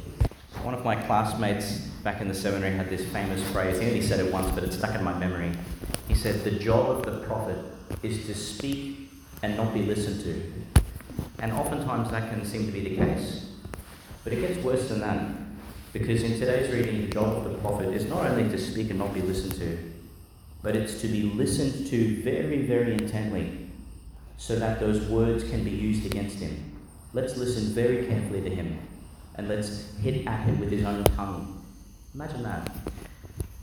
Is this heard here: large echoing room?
yes